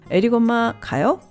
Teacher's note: But in the actual Korean sentence, what we have is 에릭 엄마, Eric's mom, and the verb 가요 in the rising intonation, meaning go in question